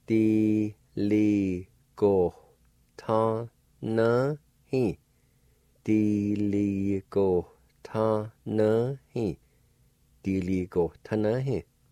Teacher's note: in this word, right before the T sound, there's a faint H sound